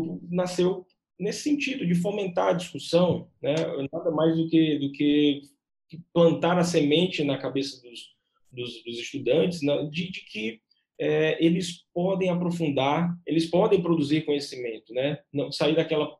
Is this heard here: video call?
yes